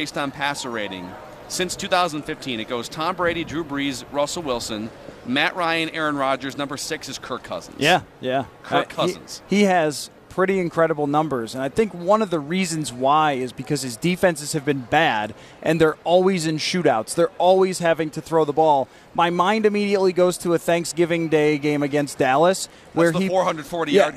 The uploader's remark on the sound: live from Radio Row